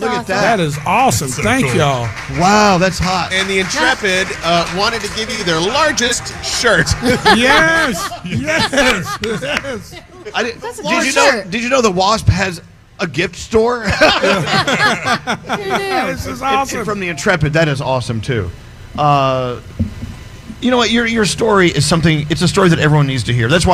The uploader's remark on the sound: stopped by our live broadcast at the Intrepid Museum